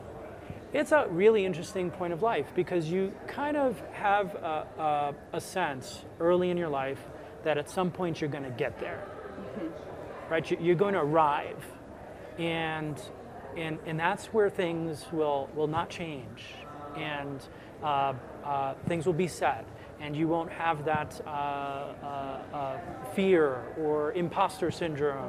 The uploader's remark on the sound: The CFHA Podcast team, live from the 2019 CFHA conference in Denver, CO!